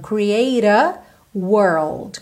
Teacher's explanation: o T aqui ganhou rarara, e já juntou no A, ok? Já que o E final do create não é pronunciado.